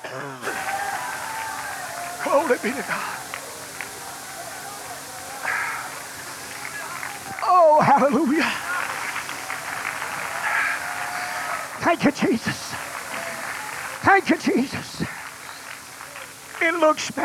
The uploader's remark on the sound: No More Blood Shed was preached in Olla, Louisiana on a Friday night, Olla Campmeeting 1995.